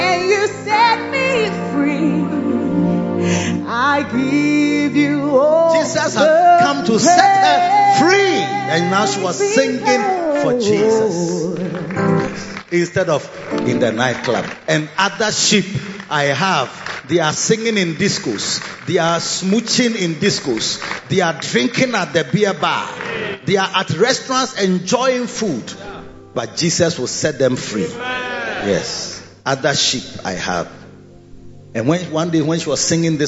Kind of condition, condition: setting, large echoing room